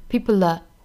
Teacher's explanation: 那 people 和 are 之间连读成 peopler, people 尾音的这个舌侧音 l 和后面元音放在一起呢，那这个 dark l 的音的话呢就要变成一个 l, light l, 从 l 变成了 l, peopler。那这个元音呢和后面 on 放在一起又要有一个连读，就是 people are on 加一个小小的 r 的发音 wrong, people are on。